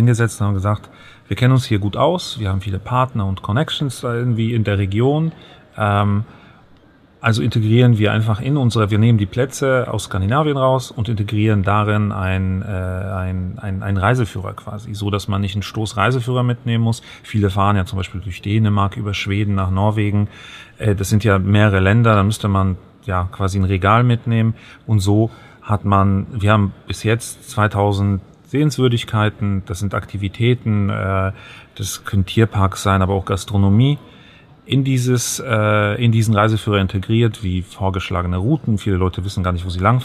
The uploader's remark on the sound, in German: Caravan Salon 2023 Interview. Die heutige "Live"-Folge vom Caravan Salon ist gleichzeitig sowas wie ein kleines Familientreffen. Auf der Messe treffen wir sie aber immer.